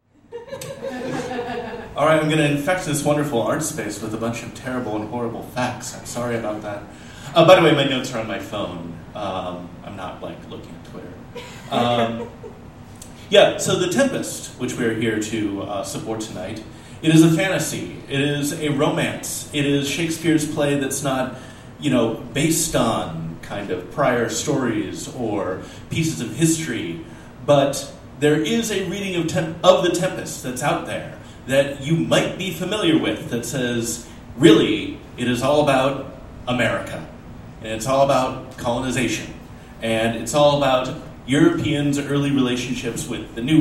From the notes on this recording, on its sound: This episode was recorded live at The Steep and Thorny Way to Heaven , a Portland art space.